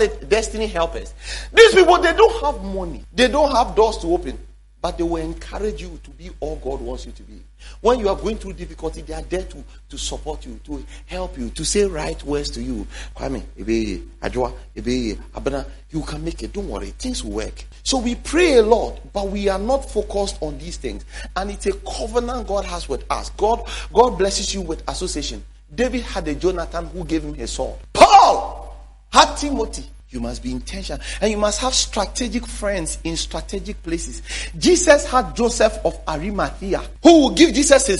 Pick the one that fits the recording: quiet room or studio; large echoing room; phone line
large echoing room